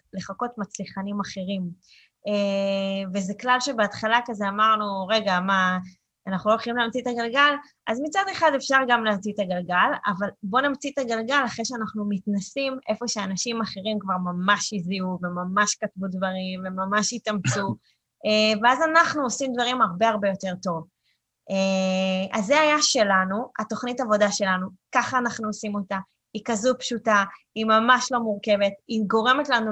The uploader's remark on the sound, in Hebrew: הוקלט בחי בזום.